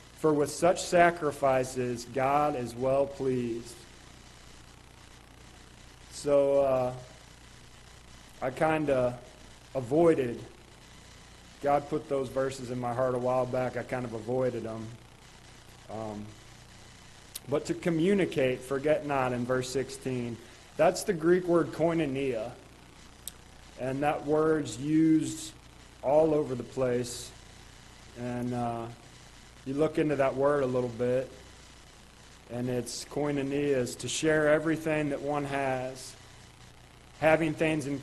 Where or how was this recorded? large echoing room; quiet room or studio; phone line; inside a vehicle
large echoing room